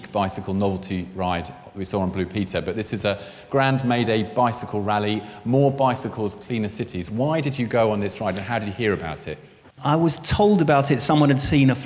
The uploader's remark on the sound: In a talk recorded at Friday Late "Eat, Ride, Sleep, Repeat" held earlier this year at the Victoria and Albert Museum in London.